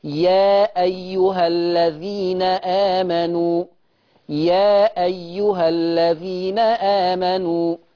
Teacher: عايزكم وانتم بتقروا لابي جعفر لو سمحت ننتبه، ننتبه ان المنفصل بمقدار حركتين